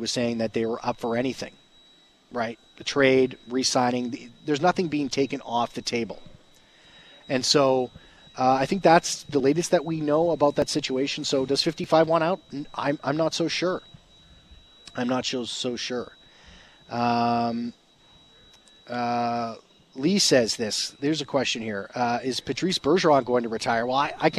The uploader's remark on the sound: live at Jets Development Camp